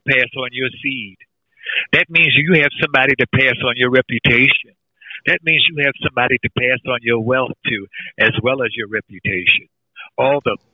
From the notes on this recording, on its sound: Telephone Interview